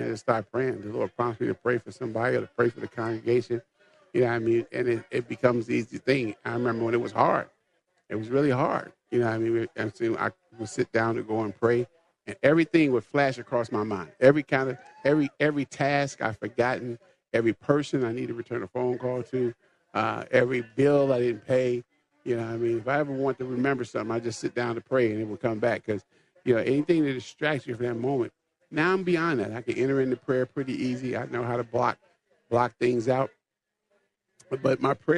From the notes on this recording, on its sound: LIVE from the MN State Fair